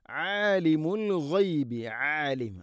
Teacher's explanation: ഇല്ലാഹു ആലിമുൽ ഗൈബി, ആലിം ഐന് തൊണ്ടയുടെ മധ്യഭാഗം. ആലിമുൽ ഗൈബി അൽ ഗൈബ് ഗൈൻ, ആലിമുൽ ഗൈബി ഗൈന് തൊണ്ടയുടെ മുഗൾ ഭാഗമാണ്.